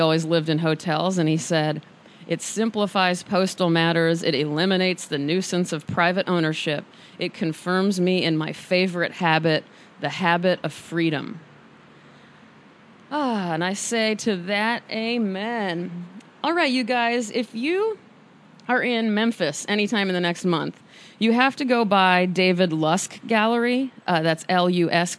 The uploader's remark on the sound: I was full with medium-level energy as I recorded this on my balcony for you this morning.